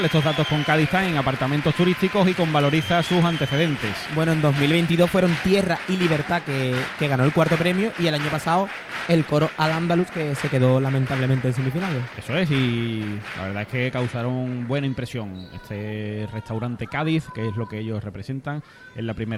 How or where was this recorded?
live audience